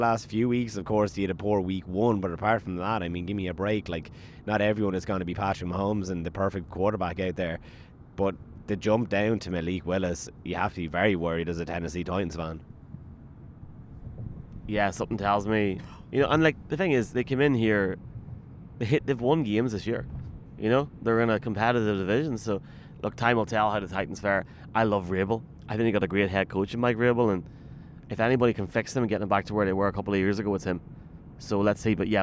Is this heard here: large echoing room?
no